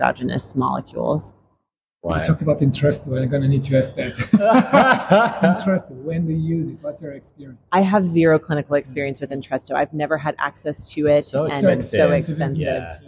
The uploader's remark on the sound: Live Special, from ECVIM Congress 2023. Recorded live at ECVIM Congress in 2023.